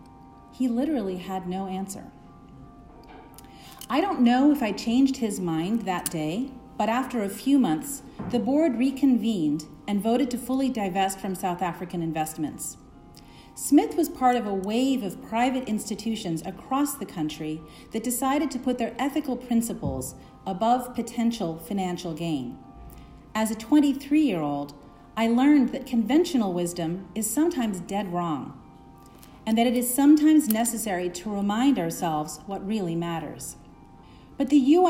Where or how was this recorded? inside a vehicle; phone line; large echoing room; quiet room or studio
large echoing room